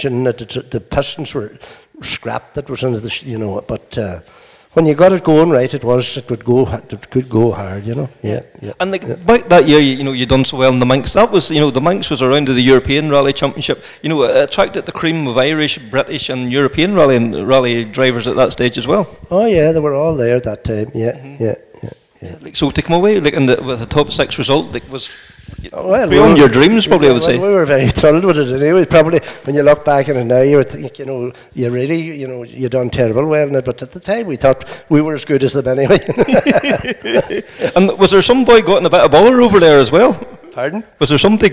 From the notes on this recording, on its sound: Recorded in front of an audience. Held in the magnificent setting of the The Stables motorsport museum in Donegal.